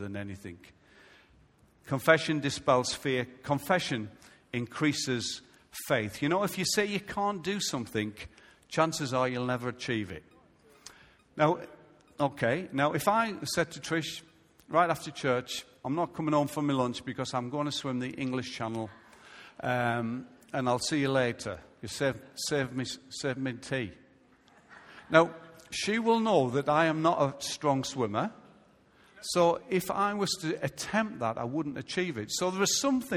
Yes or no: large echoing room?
yes